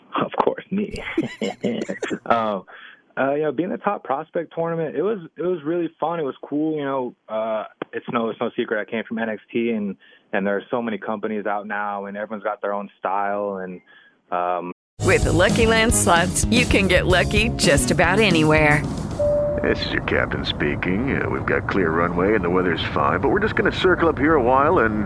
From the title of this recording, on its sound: Calls